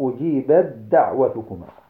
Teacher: فتنطق أجيبت دعوتكما بغير نطق التاء